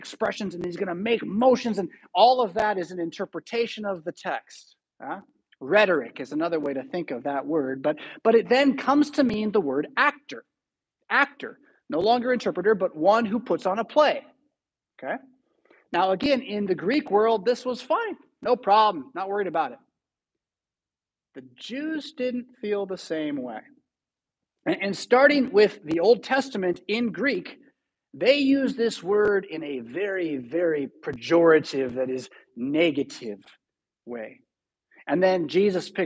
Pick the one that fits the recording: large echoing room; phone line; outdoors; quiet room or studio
large echoing room